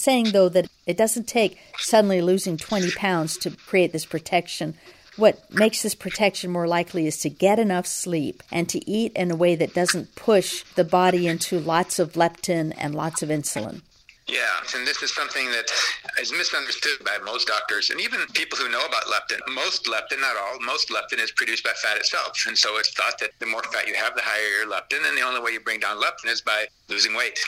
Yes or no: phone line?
yes